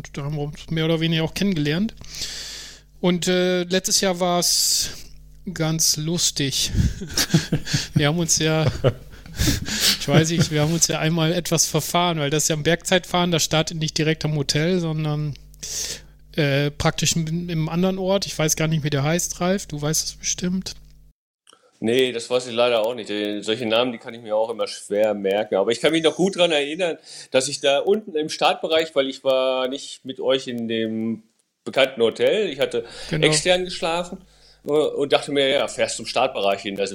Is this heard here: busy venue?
no